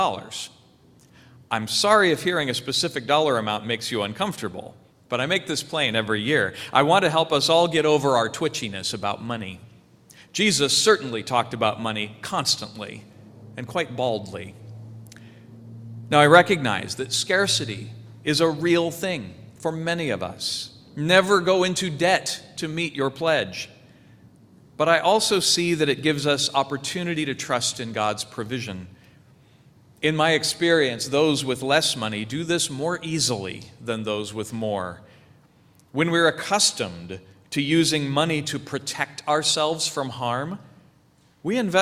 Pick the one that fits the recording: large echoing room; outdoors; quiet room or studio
large echoing room